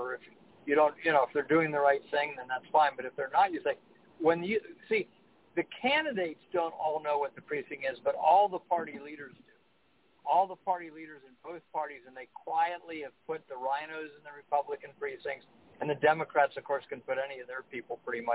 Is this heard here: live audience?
no